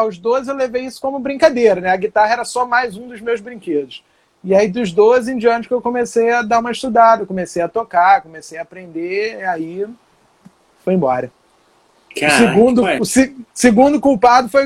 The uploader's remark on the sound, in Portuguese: Essa foi a live gravada no Instagram da Zombie One Records